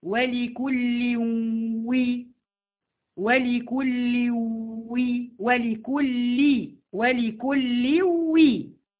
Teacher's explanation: نطقت نون ساكنه؟ لا ما نطقتش نون، نطقت واو · Term: الادغام بغنه